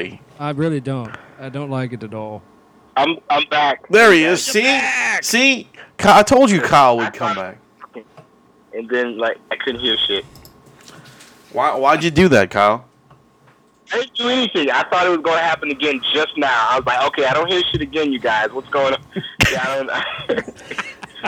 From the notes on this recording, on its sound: joins the guys through his string and tin can telephone